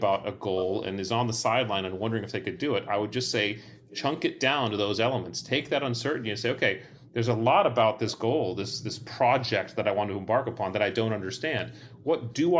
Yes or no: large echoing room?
no